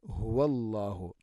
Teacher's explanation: തൊണ്ടയുടെ താഴെ ഭാഗമാണ് ഹാ ഇൻ്റെ മഹ്റജ്.